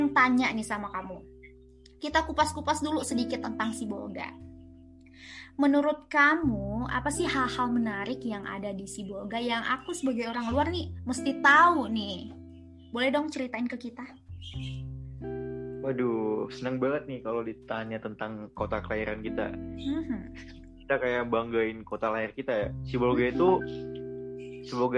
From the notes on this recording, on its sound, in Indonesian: Situasi pandemi yang belum usai menyebabkan wawancara tidak dapat dilakukan secara langsung dan tatap muka. Oleh karenanya perbincangan ini dilakukan secara daring melalui aplikasi Zoom Meeting. Upaya terbaik telah dilakukan agar percakapan ini dapat didengarkan dengan jelas.